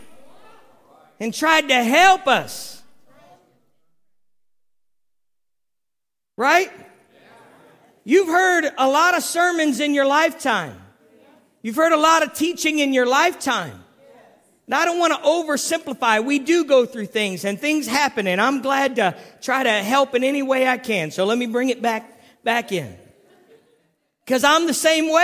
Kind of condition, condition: setting, large echoing room